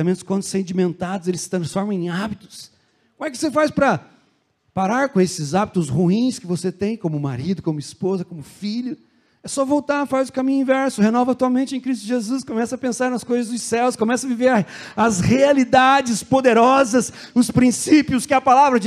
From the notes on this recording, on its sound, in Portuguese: Culto de Celebração. Na Igreja ABA Curitiba (Transmitido ao vivo).